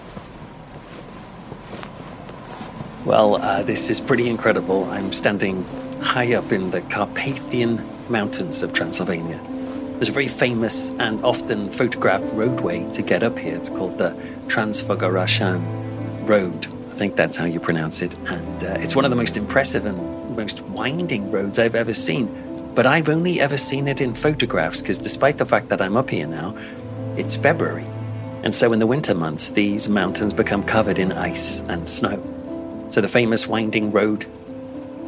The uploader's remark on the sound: An on-location audio trip to Transylvania. Where we will stay in an old Saxon village, then head by cable car into the Carpathian mountains, to sleep in a hotel made of ice. Then it's off to the beautiful yet formidable looking Bran Castle and more.